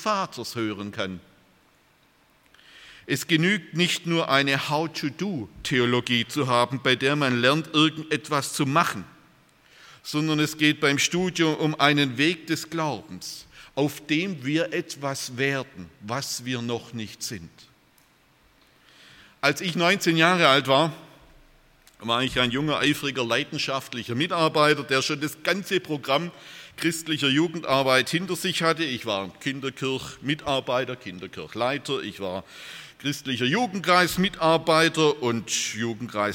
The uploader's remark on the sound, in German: aus dem Gottesdienst der Liebenzeller Mission